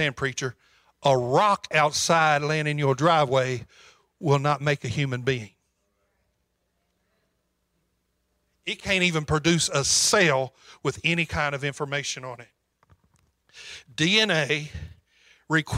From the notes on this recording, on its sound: preached on February 27, 2022 at Calvary Temple Church, Murray, KY